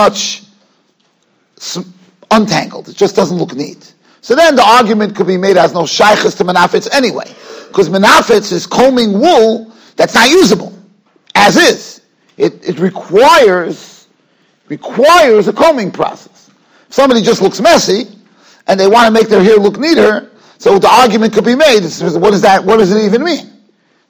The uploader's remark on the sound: Shiur recorded in Yeshivas Ohr Reuven, Monsey, NY.